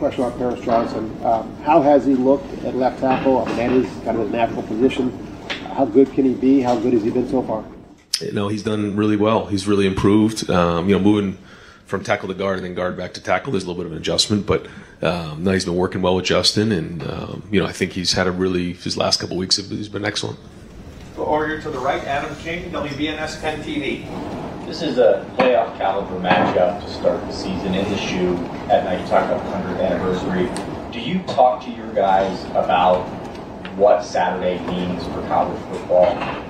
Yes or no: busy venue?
yes